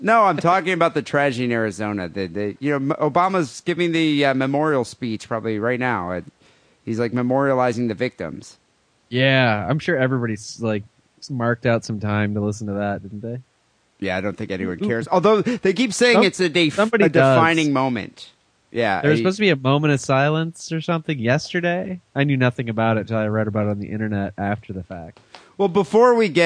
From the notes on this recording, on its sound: Phone calls